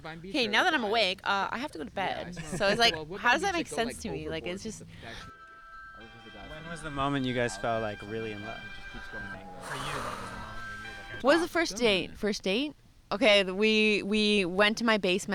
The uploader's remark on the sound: Queen street between like 1 and 6 am. Went to Trinity Bellwoods Park in Toronto at about 1 am and started walking west. Somehow we ended back at the park at like 6.